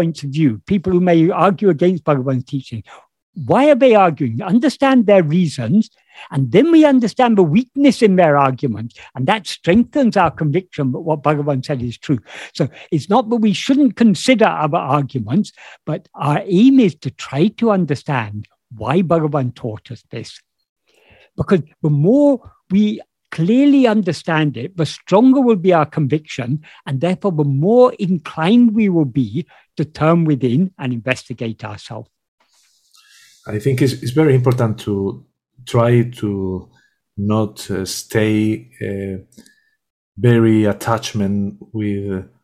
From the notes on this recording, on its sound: In a Zoom meeting